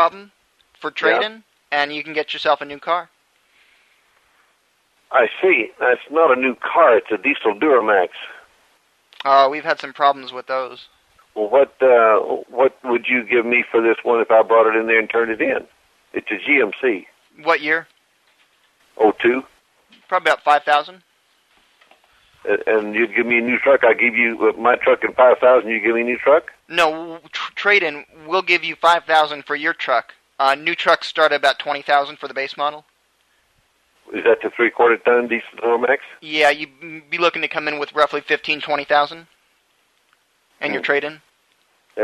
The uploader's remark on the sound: Prank Phone Calls